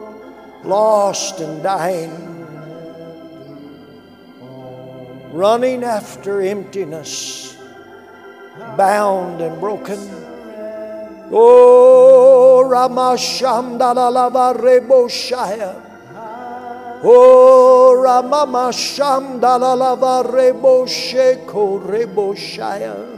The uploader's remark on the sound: A message from our Sunday evening service. During the 2020 Prescott Summer Conference.